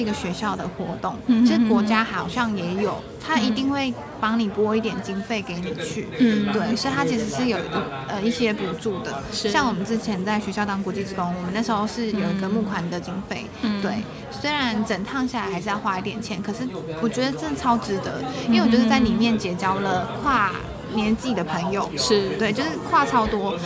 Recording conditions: background noise